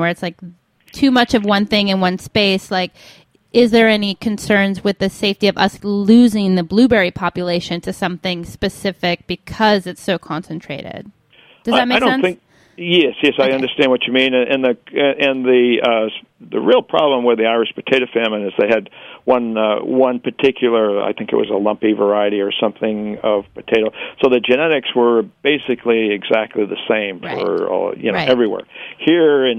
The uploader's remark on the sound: via the phone lines